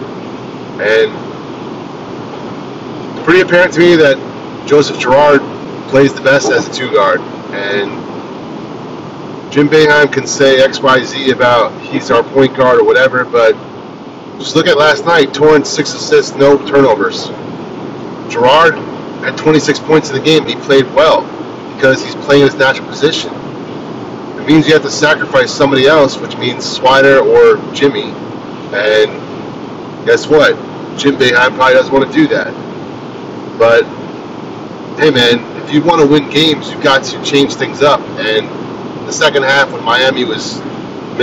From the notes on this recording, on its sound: Driving Edition. Decided to drop a pod while driving.